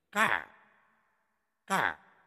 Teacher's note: 啊、喔、呃、哎和乌的韵母本身不变化。在儿化的过程中呢，就在这个浊元音的基础上加上卷舌色彩，就是舌头往硬腭的方向一卷就行了。那么尾音呢，是一或者是前鼻韵呢的，要丢掉这个一字或者是这个。another 加上卷舌动作，比如锅盖儿，你看，你这个舌尖呢，那个盖字本身是 i，归音的时候你要收到硬腭的前部，但是你儿化的时候呢，它就是在要把那个一字丢掉，就要在这个啊的基础上直接儿化念盖儿